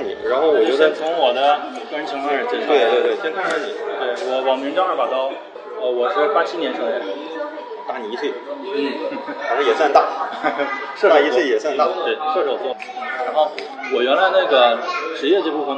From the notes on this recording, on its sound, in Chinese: 因为也是在星巴克录制的，回过头我听了几次，总觉得环境也是有些许的吵杂。环境略有吵杂。